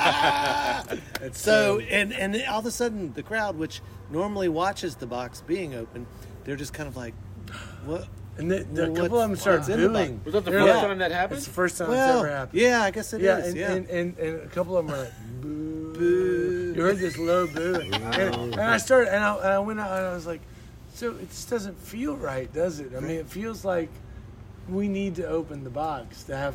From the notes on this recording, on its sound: We sat outside for this one!